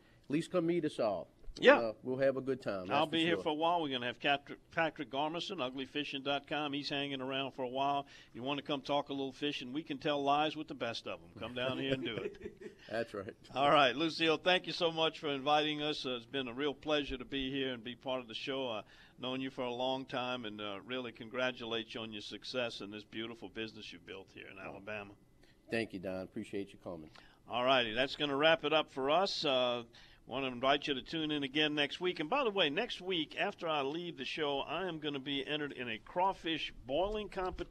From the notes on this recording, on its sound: on location at Scott's Marine in Alberta, Alabama